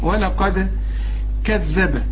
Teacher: القاف مفخمة وبعدين الدال هنقلقلها